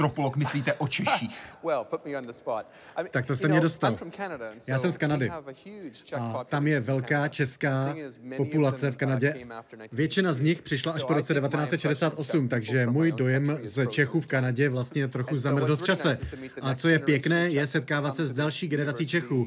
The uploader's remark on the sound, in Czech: Rozhovor s oběma jsme natočili na festivalu AFO v Olomouci.